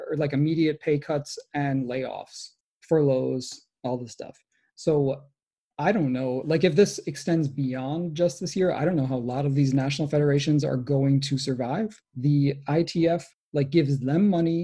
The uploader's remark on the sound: This week, we attempted our very first live show on Zoom. Contributed to the live chat, and submitted questions.